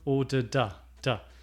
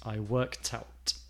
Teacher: We always combine the D with the A. So whenever you have a word in English that ends with a consonant and the next word begins with a vowel sound, we move the consonant from the end of the word to the beginning of the next word.